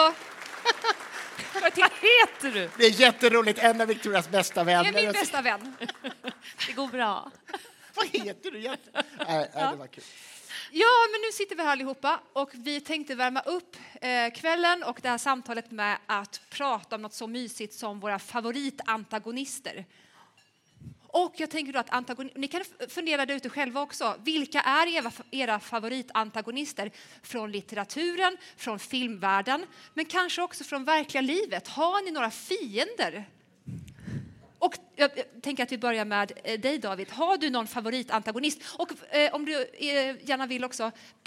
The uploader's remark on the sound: Live talkshow. Cirkus.